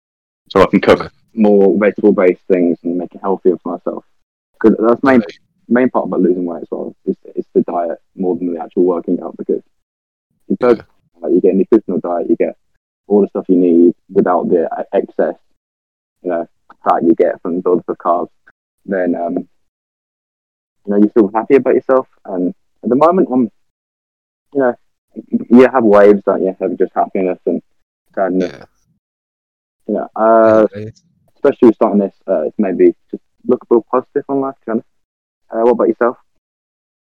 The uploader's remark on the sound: This is our first ever episode the audio is a bit off.